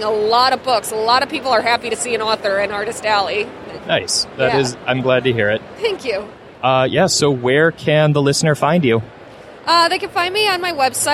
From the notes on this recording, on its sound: C2E2 in Chicago is back! Spend some time on the convention floor.